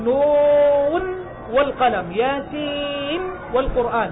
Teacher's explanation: نون ساكنة بعدها واو لكنها في رواية حق وقعت بالإظهار، تقول نون والقلم ياسين والقرآن، تقرأ بالإظهار. · Term: إظهار مطلق